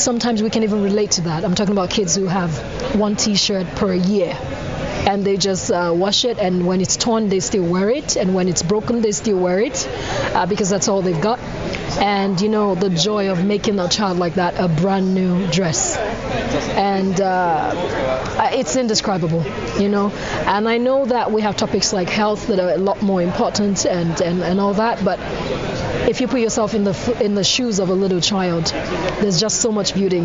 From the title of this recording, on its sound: Live from One Young World Summit